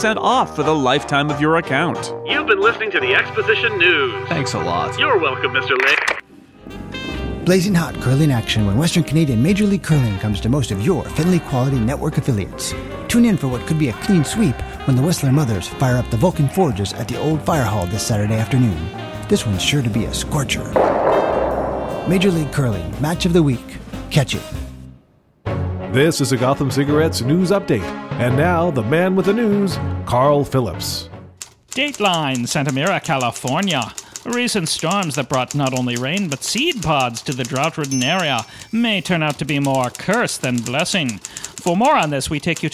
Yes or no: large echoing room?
no